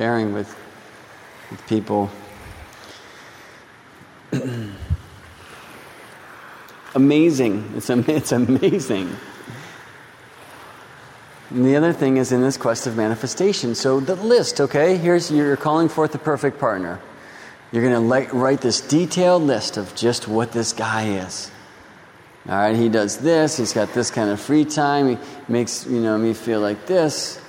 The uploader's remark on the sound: Part 2 of this "In Lak'ech" (I am another Yourself) StarryTelling Podcast Series required a loooong walk in the park to record.